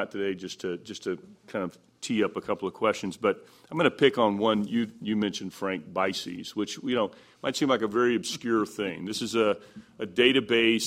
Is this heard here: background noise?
no